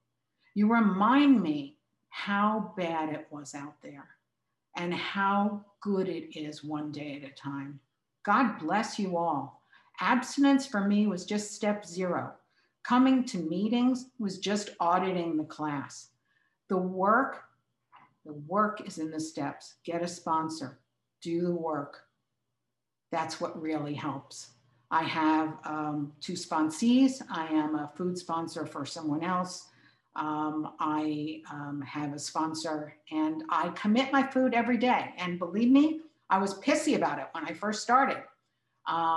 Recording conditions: video call